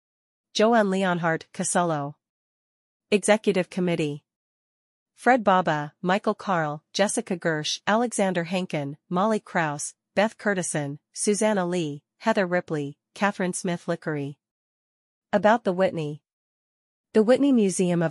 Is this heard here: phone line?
no